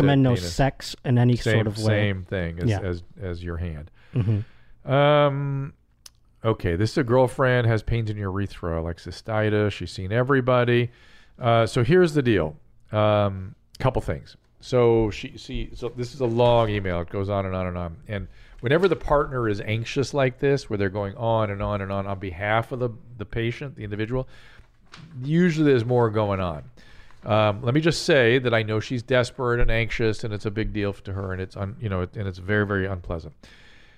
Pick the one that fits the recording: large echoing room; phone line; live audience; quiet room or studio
quiet room or studio